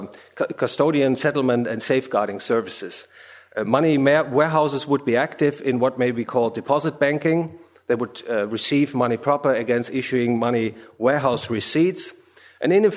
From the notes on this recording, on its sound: From the session on "Studies in Economic History," presented at the Austrian Economics Research Conference. At the Ludwig von Mises Institute in Auburn, Alabama.